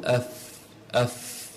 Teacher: بطن الشفة السفلى مع أطراف الثنايا العليا، ويخرج منه الفاء